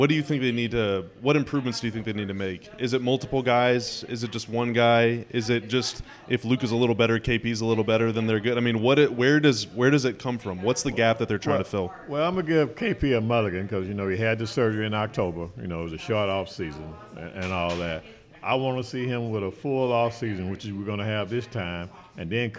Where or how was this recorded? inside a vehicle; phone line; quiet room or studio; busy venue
busy venue